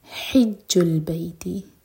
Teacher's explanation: حا حلق سے اور جیم سٹرانگ. بیتی، بی مدلین.